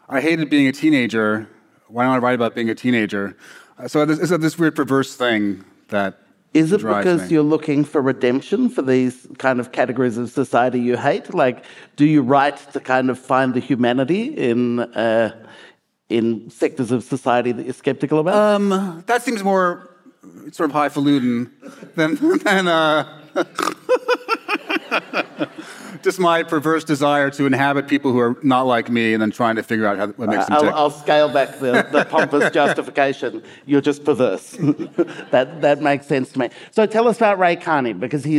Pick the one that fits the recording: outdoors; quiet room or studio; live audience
live audience